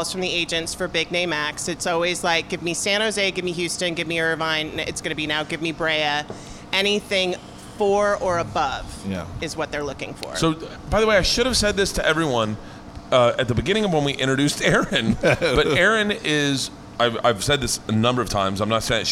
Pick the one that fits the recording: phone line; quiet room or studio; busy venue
busy venue